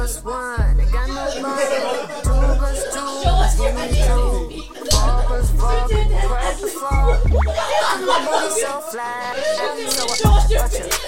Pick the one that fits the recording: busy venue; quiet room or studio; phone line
busy venue